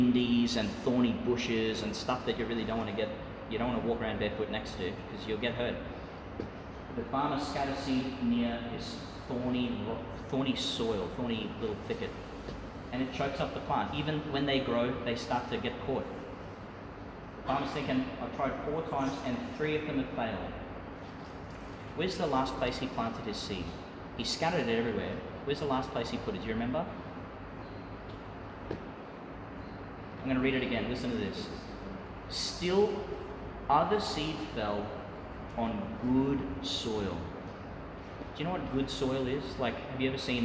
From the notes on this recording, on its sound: Reflection for some of the children at St Francis of Assisi Catholic Primary School, delivered in St Peter Chanel Church, Tannum, Qld.